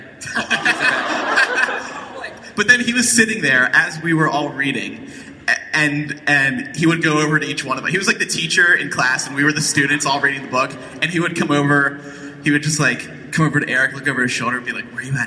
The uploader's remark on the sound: Live from LeakyCon